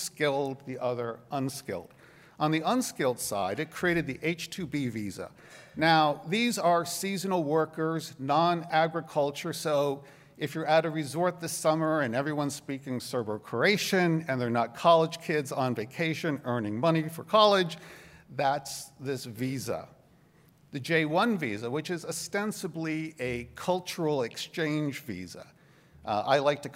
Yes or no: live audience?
yes